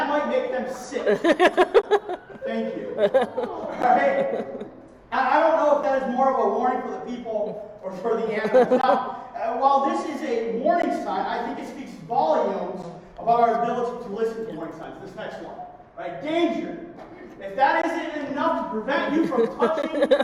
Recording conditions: poor sound quality